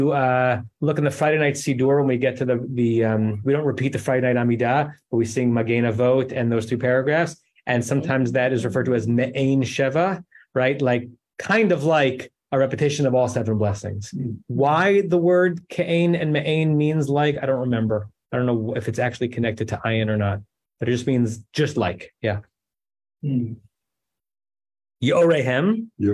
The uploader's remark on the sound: At Temple Beth Am, Los Angeles.